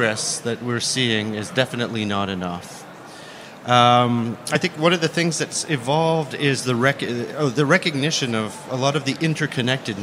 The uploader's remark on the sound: The conversation took place as part of the SDG Media Zone sessions at the UN Water Conference. The conversation took place as part of the SDG Media Zone sessions at the UN Water Conference.